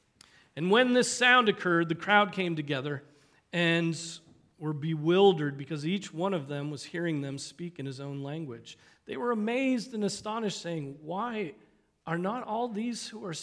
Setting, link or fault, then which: setting, large echoing room